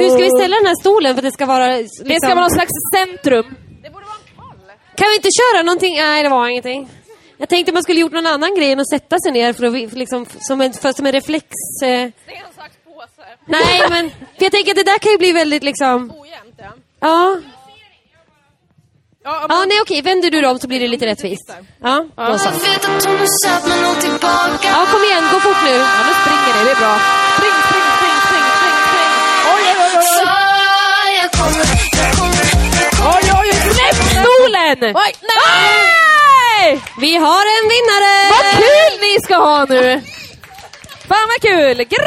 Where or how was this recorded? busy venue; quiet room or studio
busy venue